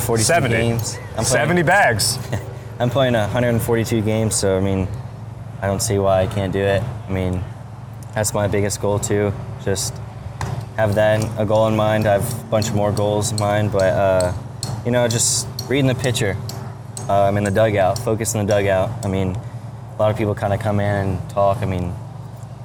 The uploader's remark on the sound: Recorded at Spring Training